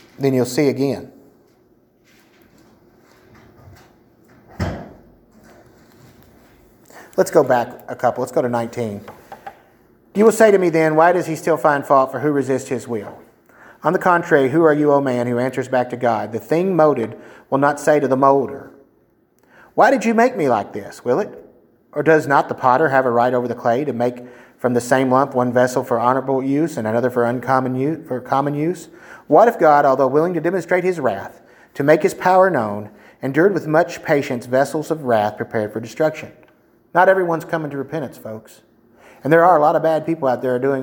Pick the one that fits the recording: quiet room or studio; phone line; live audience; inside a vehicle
live audience